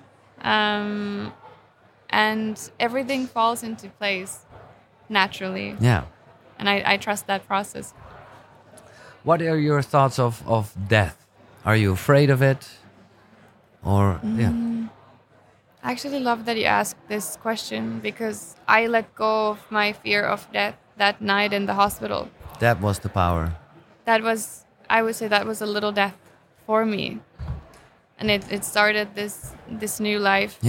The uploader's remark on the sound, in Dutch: Deze KUKURU aflevering is opgenomen op het Biohacker Summit.